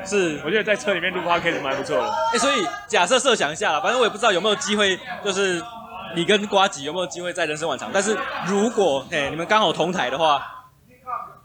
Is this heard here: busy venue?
yes